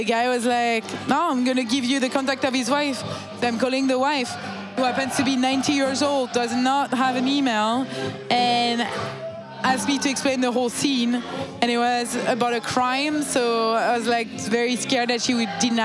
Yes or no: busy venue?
yes